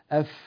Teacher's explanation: الفاء من باطن الشفة السفلى مع أطراف الثنايا العليا